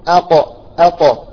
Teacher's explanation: القاف إذا قلنا حرف شديد نقول أق، ولكن تخلصت منه العرب بالقلقلة